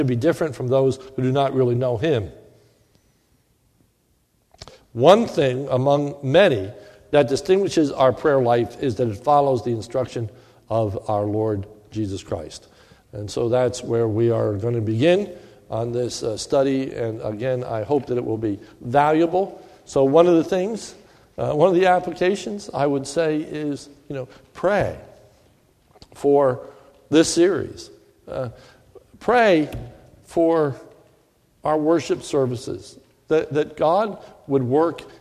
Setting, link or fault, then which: setting, large echoing room